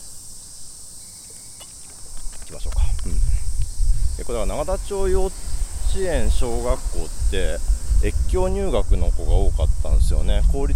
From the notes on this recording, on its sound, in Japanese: 夏休みお出かけ企画の第２弾は憲政記念館を出発して国会周辺を散策。音声に風の音が入っていて御聴き苦しいかもしれませんがご了承ください。